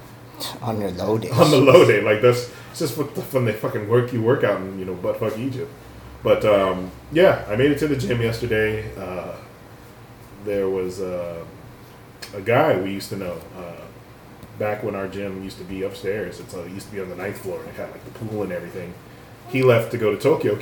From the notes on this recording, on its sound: Sadly something happened with the audio but no worries everything will be back to normal next week.